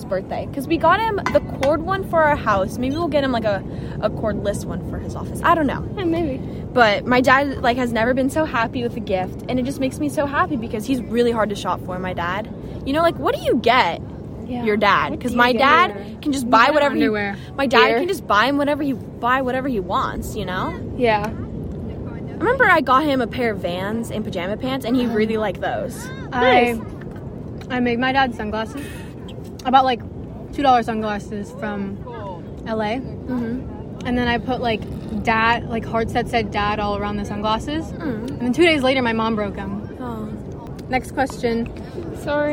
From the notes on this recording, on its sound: we finally meet up in person at the beach